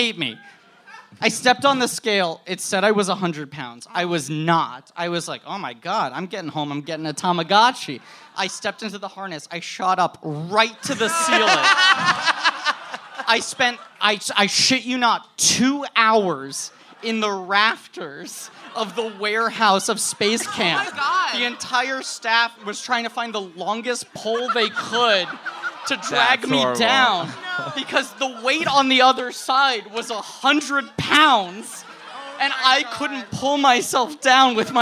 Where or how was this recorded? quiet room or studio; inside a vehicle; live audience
live audience